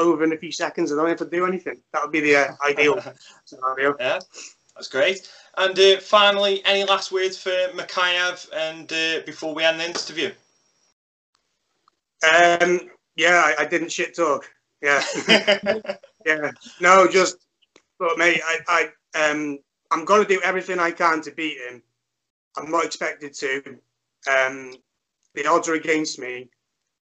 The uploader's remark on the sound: Major issues with the recording/streaming but we got there in the end.